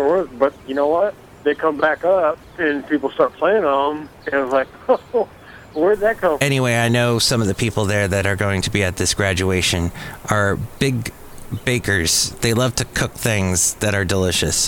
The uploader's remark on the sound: podcasts live from Café Anyway